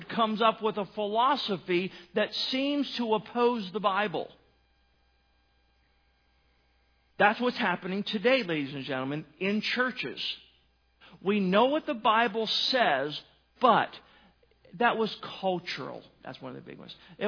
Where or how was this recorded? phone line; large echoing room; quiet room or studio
large echoing room